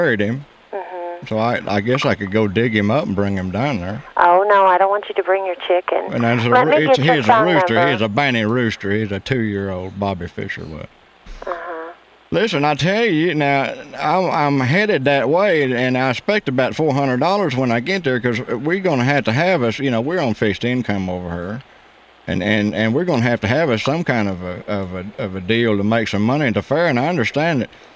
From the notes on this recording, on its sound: Prank Phone Calls